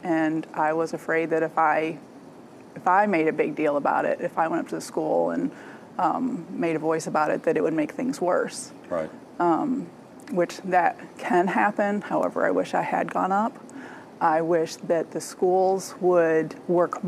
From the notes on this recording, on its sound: panel discussion was recorded with a live studio audience